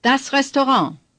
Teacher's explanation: This word is taken from the French and does not follow the rules of German pronunciation. The stress is on the last syllable, pronounced en.